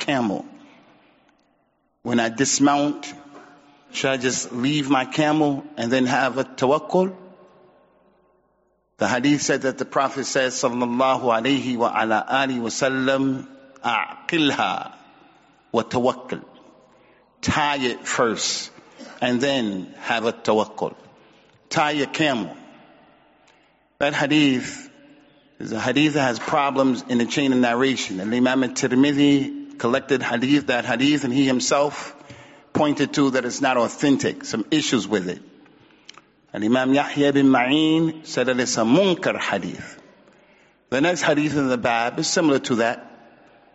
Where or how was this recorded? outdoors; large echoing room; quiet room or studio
large echoing room